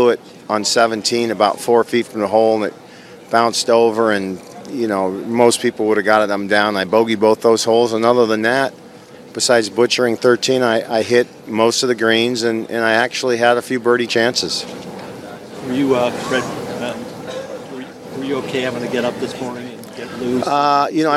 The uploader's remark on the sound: "LIVE" FROM THE MASTERS